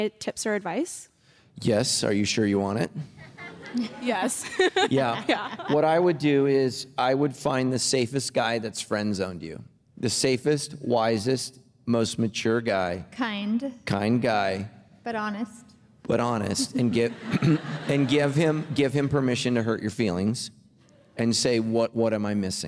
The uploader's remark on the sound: Recorded Live!